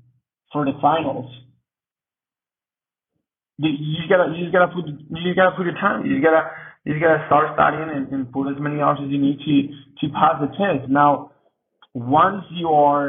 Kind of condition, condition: fault, poor sound quality